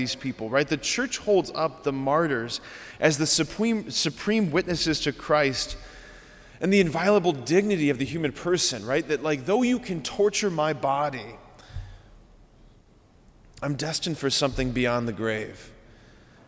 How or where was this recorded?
large echoing room